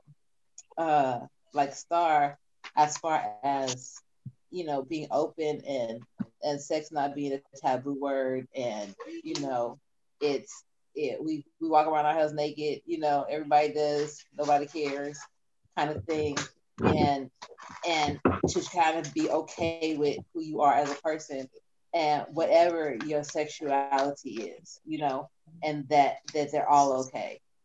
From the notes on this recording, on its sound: this podcast was done via zoo zoom